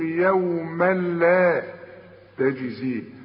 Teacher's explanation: فعند الوقف هتقول يوما، وعند الوصل ادغام كامل بدون غنة